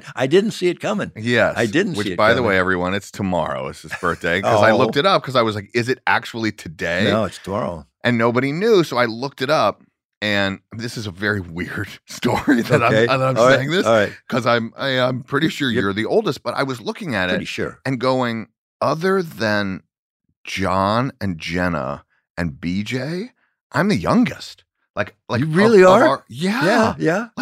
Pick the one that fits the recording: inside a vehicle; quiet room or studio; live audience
quiet room or studio